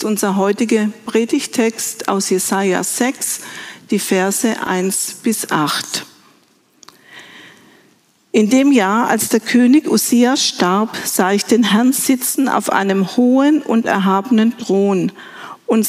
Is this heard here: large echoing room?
yes